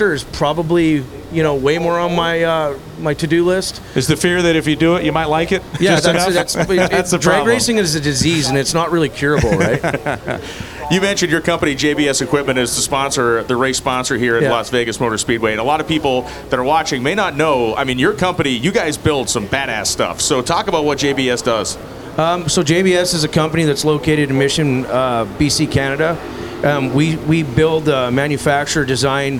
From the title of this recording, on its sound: LIVE at Vegas